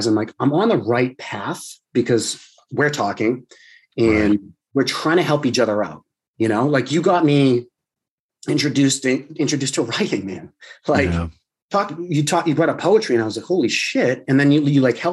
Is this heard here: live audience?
no